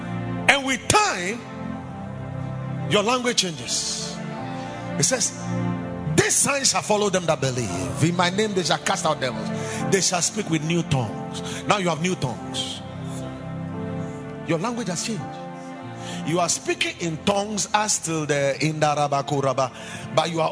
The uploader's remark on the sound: Preached at the Monday Prophetic Service